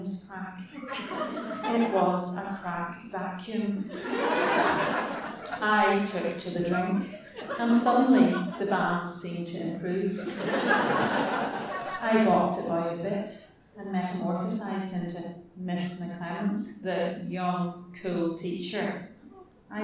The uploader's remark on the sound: Tenx9 is a live event where nine people have up to ten minutes each to tell a true story from their own life.